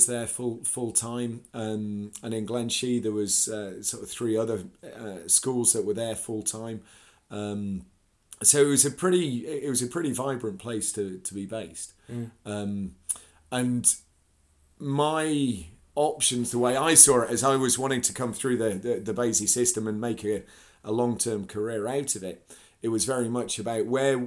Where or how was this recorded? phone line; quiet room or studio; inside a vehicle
quiet room or studio